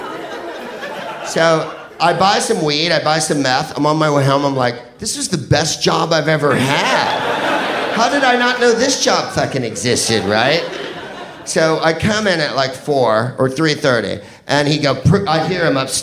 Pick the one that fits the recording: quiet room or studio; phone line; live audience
live audience